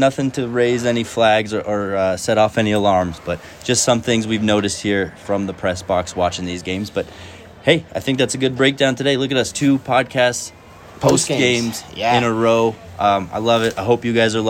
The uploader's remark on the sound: live at Ball Arena